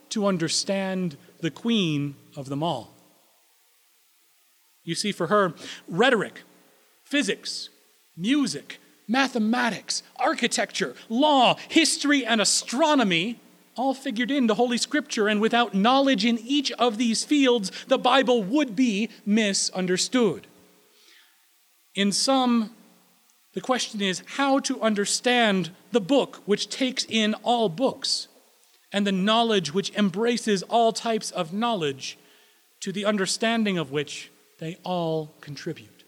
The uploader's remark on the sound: Recorded April 17, 2016 at Corona United Presbyterian Church, New Mexico